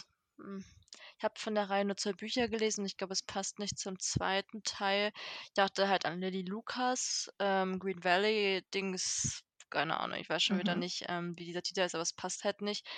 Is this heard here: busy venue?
no